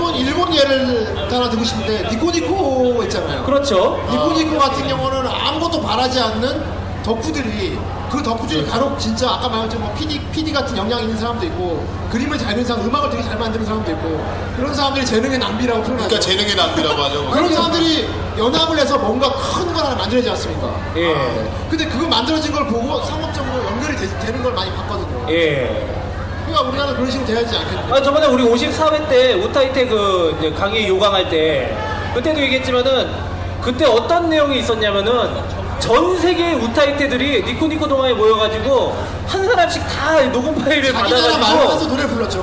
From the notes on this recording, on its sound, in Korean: 부천만화축제 Live